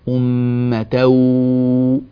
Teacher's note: أنت أدغمت ولكنك لم تخرج غنة مع هذه الواو، أمتو هكذا، أنت لم تغن، أنت أتيت بواو طويلة، نحن نريد صوتا مصاحبا لها من الخيشوم اللي هو صوت الغنة، أمة واحدة بهذه الطريقة.